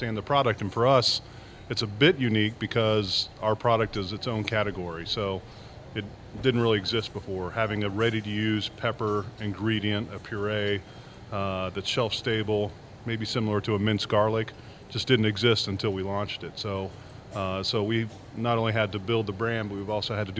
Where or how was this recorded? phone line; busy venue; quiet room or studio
busy venue